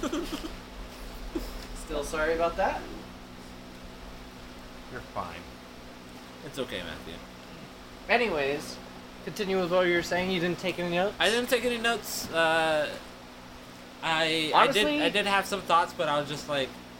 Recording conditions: wind noise